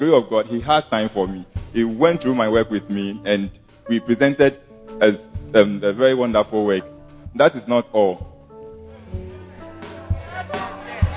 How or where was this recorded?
large echoing room